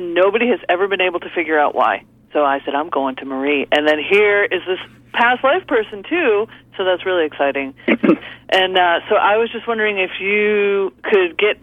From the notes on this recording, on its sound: take calls from the audience